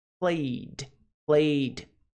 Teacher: Não pronuncia id, e sim d.